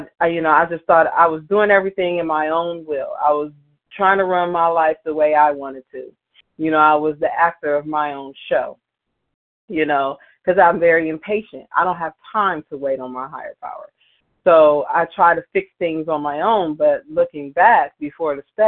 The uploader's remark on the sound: 100 Pounders Phone Meeting, 5/24/23